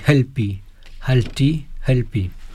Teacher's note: Le H se prononce comme H aspiré anglais dans hand